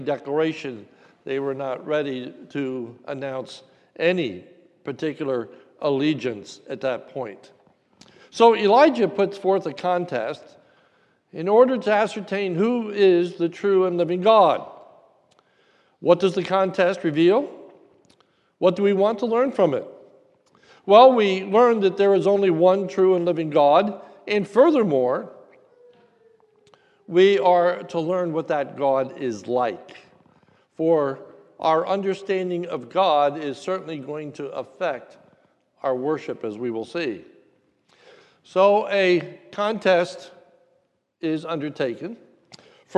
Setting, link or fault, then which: setting, large echoing room